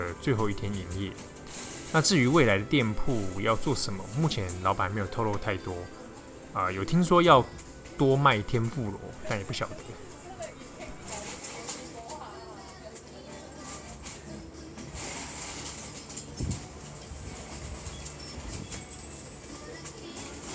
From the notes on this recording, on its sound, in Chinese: 本集以築地市場的現場環境聲音，帶讀者重訪世界第一大魚市場、以及夾在各種魚類料理屋之中，百年歷史的老咖啡店「愛養」。